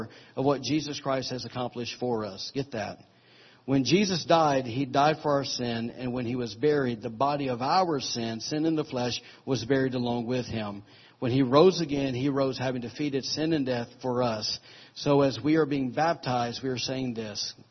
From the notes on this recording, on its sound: recorded on Sunday, July 30, 2017, during morning service at Celebration Life Family Church